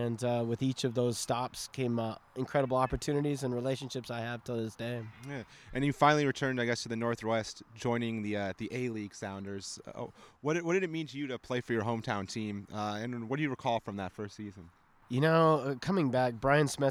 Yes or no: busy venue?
yes